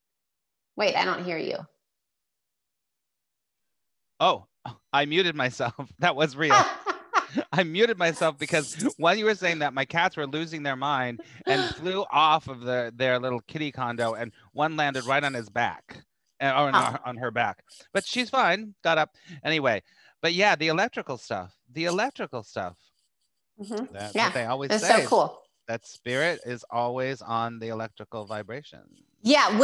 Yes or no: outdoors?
no